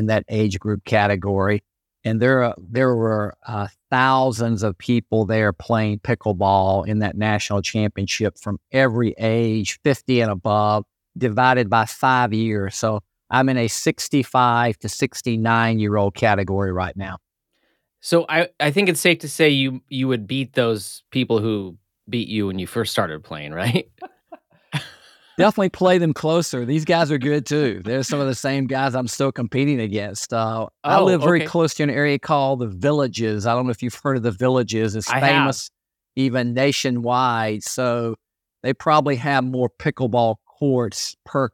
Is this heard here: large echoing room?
no